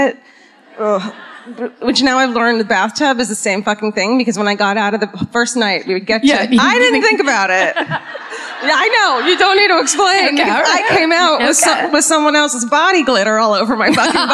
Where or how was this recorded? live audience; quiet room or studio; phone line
live audience